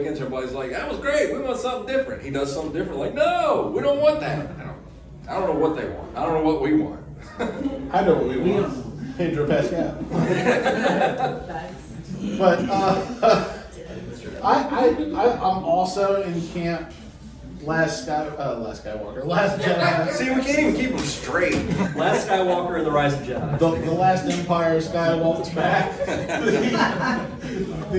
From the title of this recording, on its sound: Pensacon 2023 Panel